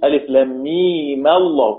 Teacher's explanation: عند وصل الآيتين ببعض لابد من فتح الميم، هتصير ألف لام ميم الله.